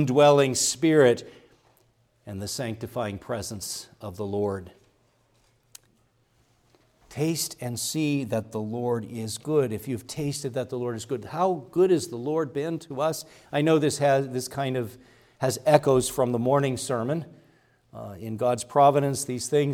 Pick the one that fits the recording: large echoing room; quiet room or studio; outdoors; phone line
large echoing room